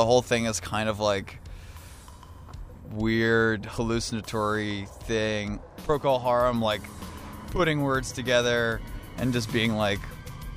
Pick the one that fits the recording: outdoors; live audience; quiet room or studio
outdoors